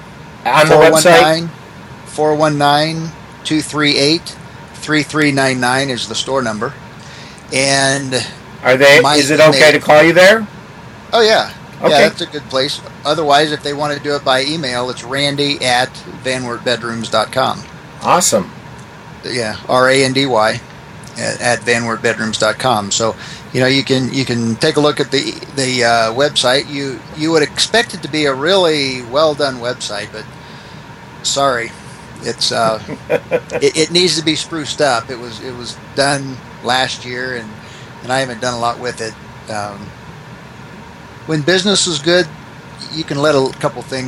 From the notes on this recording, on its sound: Please excuse the noise from the AC. Small store in Van Wert, Ohio with a population of 10,774.